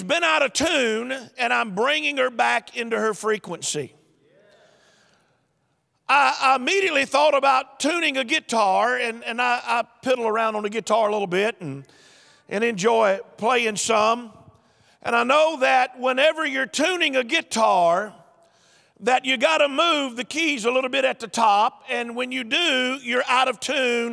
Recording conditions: live audience